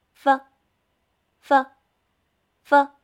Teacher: 我们在发声母“发”的时候，上排牙齿会轻轻地触碰到下嘴唇，形成一条窄缝，气流就会从这条缝隙中挤出来